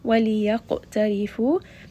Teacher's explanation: Qaf is going to be heavy. It also has qalqala. It is part of qutub jad, so give it a little bit of bounce. · It is part of qutub jad, so give it a little bit of bounce. Ra here is going to be light because it has a kasra.